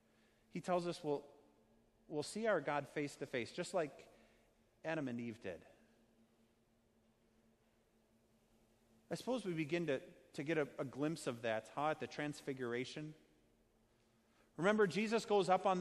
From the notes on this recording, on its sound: Sermon preached at Our Savior Lutheran Church in Birmingham, AL, on Sunday, November 10th, 2019.